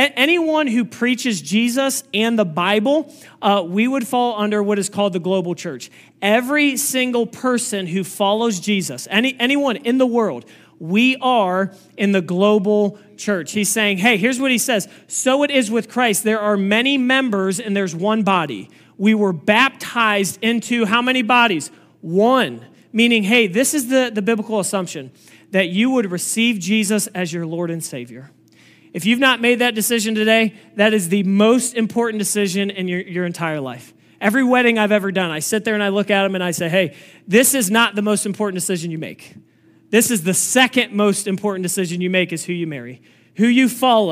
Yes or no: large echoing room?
yes